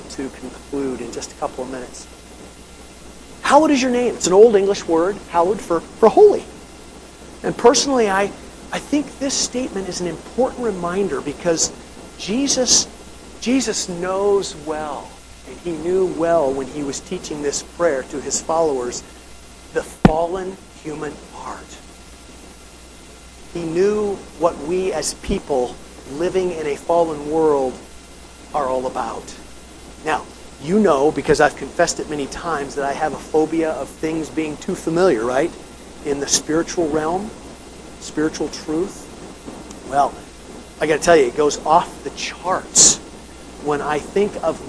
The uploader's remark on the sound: Audio Problems